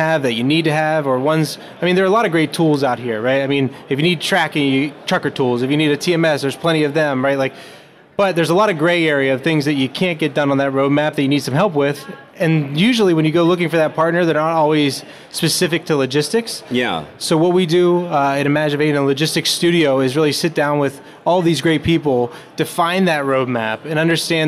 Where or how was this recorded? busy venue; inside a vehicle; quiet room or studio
busy venue